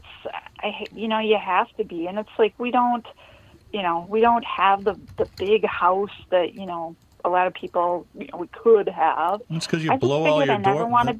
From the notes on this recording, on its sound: We field questions from listeners about the best time to buy a car, trading strategies and leasing vs buying. All call in and share stories of their first rides.